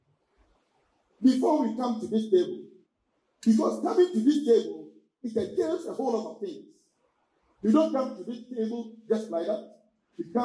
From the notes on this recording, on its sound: Sermon delivered at English Assebly